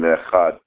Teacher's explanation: The dalet, the D sound, but the other sound is a TH sound, like an echad. It's not really a dalet at the end of echad. It's a TH.